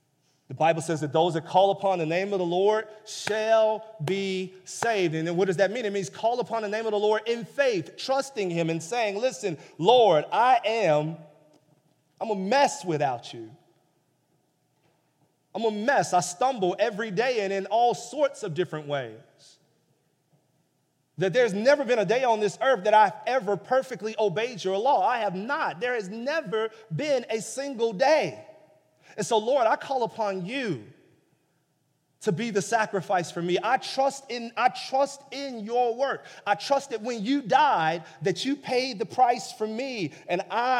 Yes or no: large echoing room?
yes